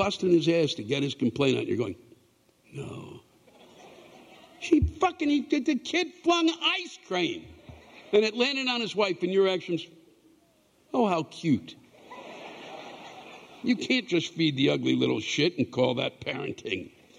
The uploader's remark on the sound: The live rants come from the show on July 22, 2022